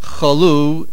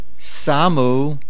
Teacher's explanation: chalu is milera on the lamed, samu is milael on the suf